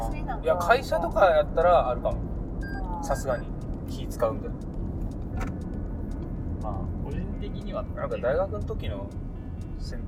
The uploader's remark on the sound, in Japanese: 車内で録音したので音質悪めです